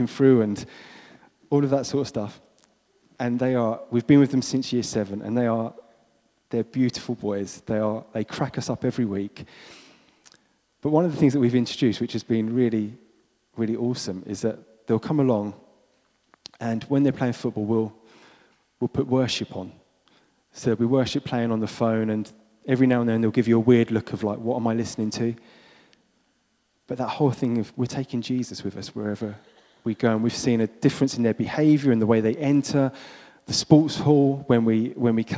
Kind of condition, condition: setting, large echoing room